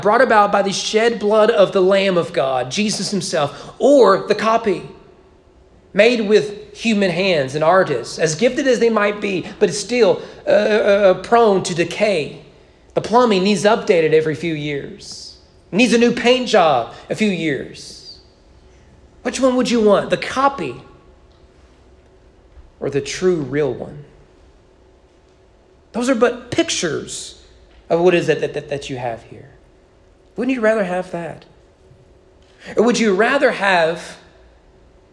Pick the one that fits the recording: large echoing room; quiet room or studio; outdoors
large echoing room